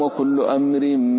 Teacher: الراء مرققة هنا لأنها مكسورة